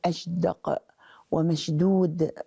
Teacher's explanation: كالجيم، فإنهم يشربونها صوت الجيم متى كانت الشين ساكنة قبل دال، لأن الدال مجهورة شديدة والشين مهموسة رخوة، فيريدون بهذا النطق تناسب الصوت على ما هو من أمرهم، · Term: الشين التي تكون كالجيم